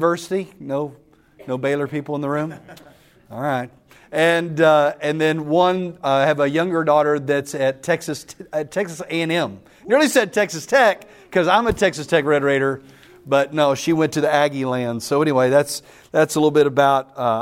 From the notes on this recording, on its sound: The following audio comes from the National Disciple Making Forum by Discipleship.org . That’s where audio for today’s episode was recorded.